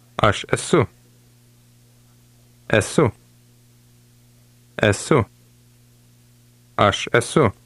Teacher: Be sure you're saying a very short U sound at the end.